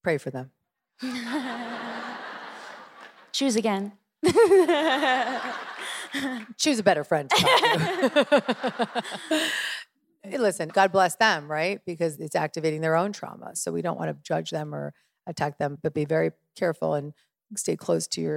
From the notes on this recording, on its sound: Q&A from my first Dear … Live